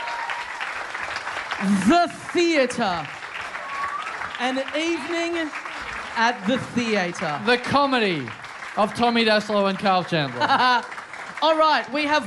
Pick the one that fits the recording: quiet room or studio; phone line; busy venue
busy venue